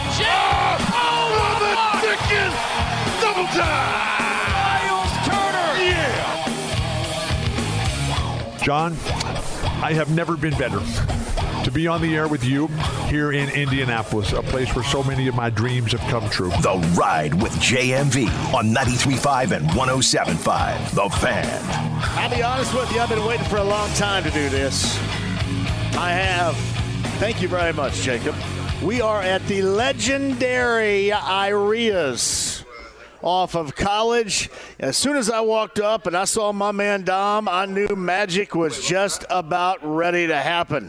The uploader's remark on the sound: opens the show LIVE from Iarias Restaurant